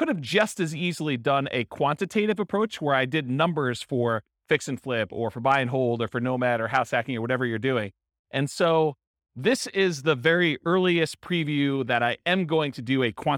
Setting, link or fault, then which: setting, live audience